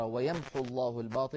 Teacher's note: تعلمون بأن الواو إن جاءت عين الفعل يعني الحرف الأخير من الفعل تثبت، يعني مثلا يدعو بوزن يفعل يدعو يفعل، لكن في بعض المواضع جاءت بعض الأفعال وبعدها ساكن كما أسلفت، فيحذف حرف المد وهو الواو في الوصل فكتبت كذلك على نية الوصل.